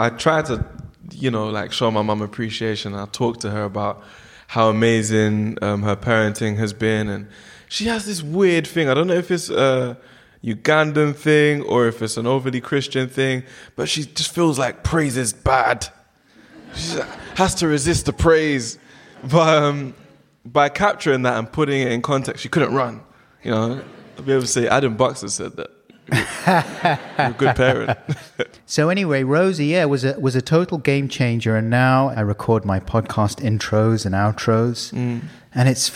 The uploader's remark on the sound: LONDON PODCAST FESTIVAL 2019. Recorded in front of a live audience at The London podcast Festival.